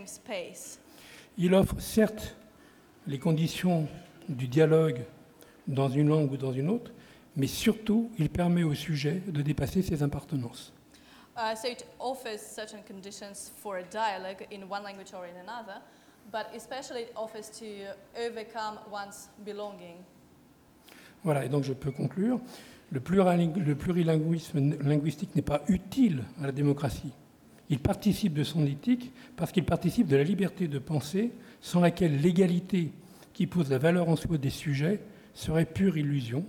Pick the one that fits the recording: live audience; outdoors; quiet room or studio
live audience